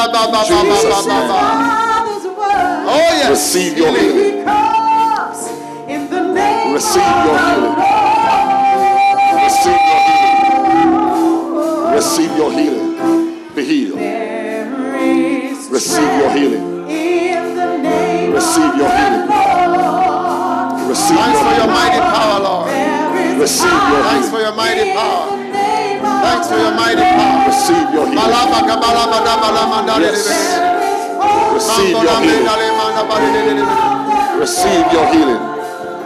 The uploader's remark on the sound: Preached at the Healing Jesus Crusade, Thika-Kenya, from the 29th November-1st December, 2022